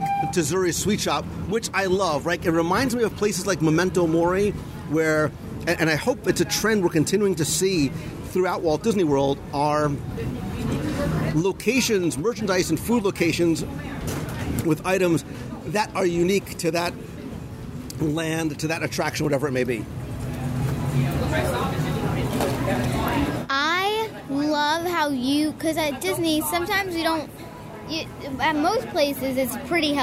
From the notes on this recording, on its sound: Live Review and Interviews at Harambe Market in Disney’s Animal Kingdom